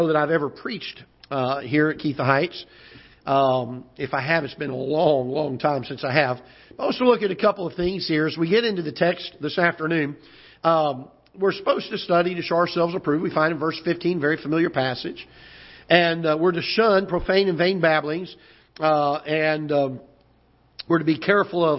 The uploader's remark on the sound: Ketha Heights Baptist Church ~ Live Broadcast.